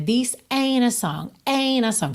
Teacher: você vai do N direto pro A.